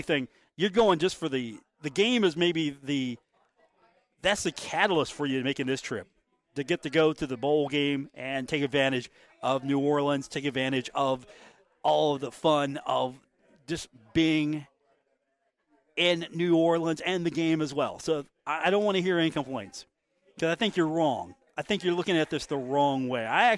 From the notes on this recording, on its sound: on location at The Union Pub and Grill for today's episode.